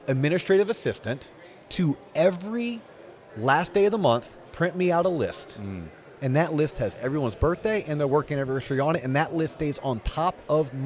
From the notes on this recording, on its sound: On location from the Mortgage Bankers Association of Florida’s annual convention